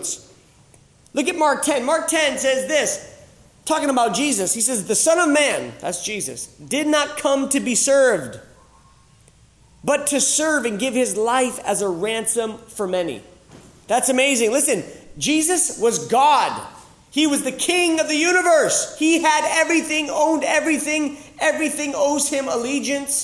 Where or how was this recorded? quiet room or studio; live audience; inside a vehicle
live audience